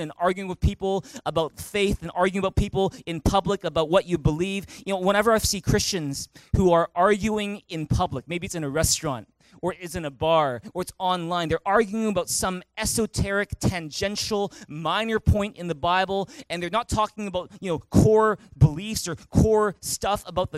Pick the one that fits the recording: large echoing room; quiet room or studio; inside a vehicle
large echoing room